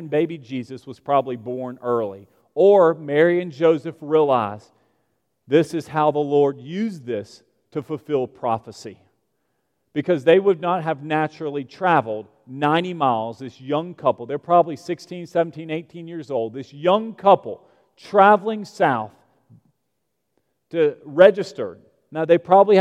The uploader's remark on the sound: at Broadway Baptist Church, Lexington, Kentucky